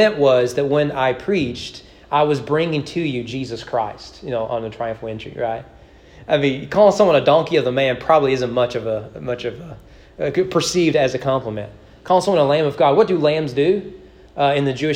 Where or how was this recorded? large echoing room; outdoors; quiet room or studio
large echoing room